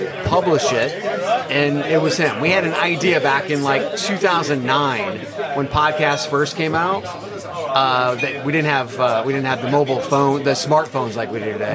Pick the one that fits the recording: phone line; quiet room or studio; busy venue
busy venue